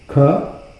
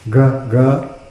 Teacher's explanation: with ka, the vocal cords don't move. With ga, they do.